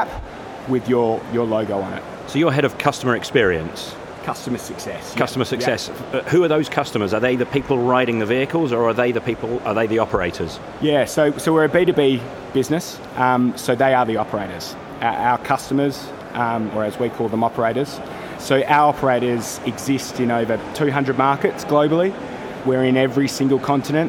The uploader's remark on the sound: out and about, so please excuse the background noise